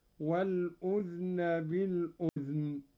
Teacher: قرأ قالون بإسكان الذال هكذا: والأذن بالأذن، كيفما ورد في القرآن، وهي لغة تميم وأسد وعامة قيس.